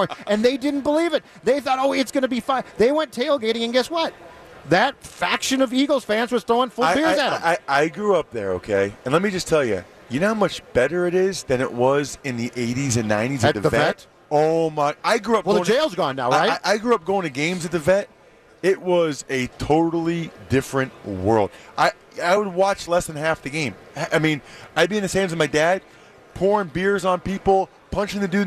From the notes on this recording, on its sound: live from Radio Row all week